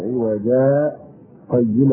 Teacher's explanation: بالسكت على الألف المبدلة من التنوين سكتة يسيرة من غير تنفس